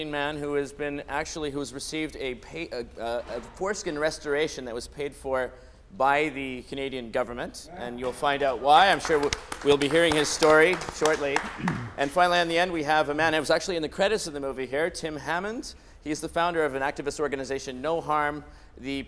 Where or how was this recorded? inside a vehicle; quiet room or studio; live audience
live audience